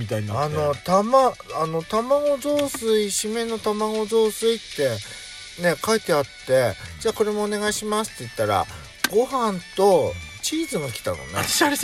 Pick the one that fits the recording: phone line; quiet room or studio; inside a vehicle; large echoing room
inside a vehicle